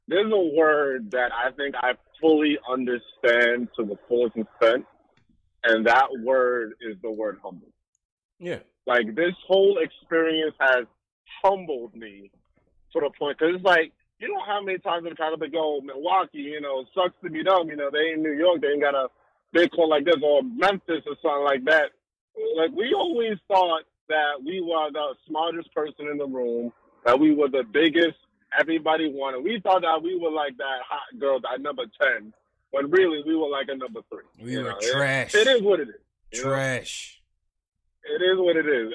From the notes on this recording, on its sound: take live phone calls from fans around the world